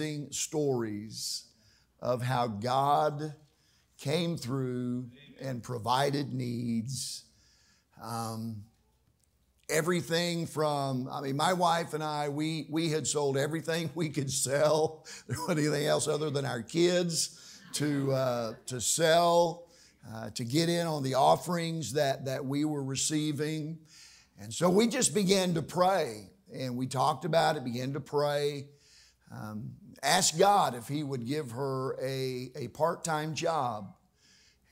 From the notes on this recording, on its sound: during the evening service